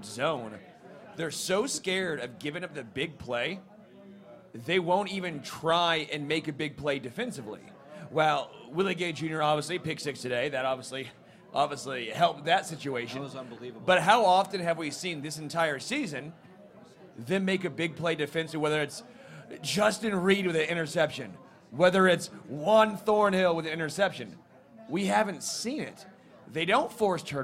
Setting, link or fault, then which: setting, busy venue